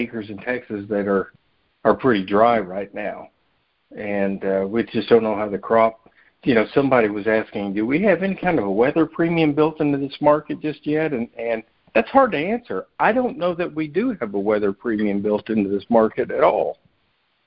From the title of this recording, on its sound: Monthly Conference Call